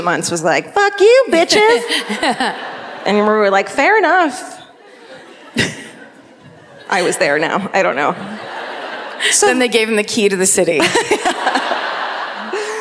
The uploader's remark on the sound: Live at the Queen Elizabeth Theatre in Vancouver.